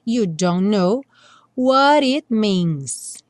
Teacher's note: a gente não pronuncia nem o T do don't, nem o K do know · Term: junção dos dois N's